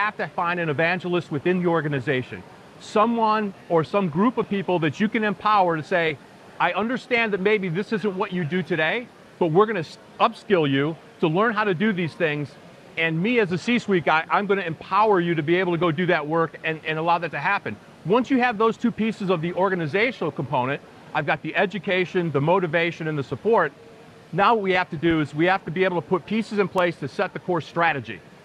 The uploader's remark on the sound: Live from the Smart Manufacturing Experience. Asked industry experts these questions live at the Smart Manufacturing Experience at SOUTHTEC.